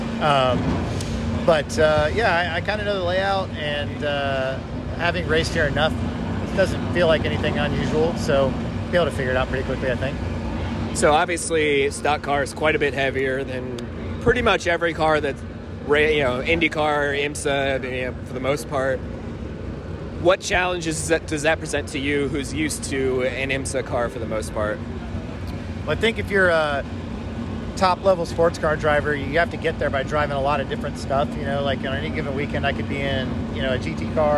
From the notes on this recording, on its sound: walking down to INDYCAR practice